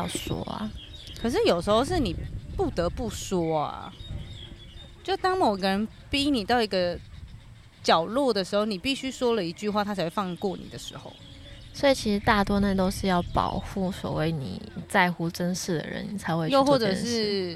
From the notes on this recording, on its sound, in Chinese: 說走就走的戶外錄音。這集是一個臨時的特別錄音室。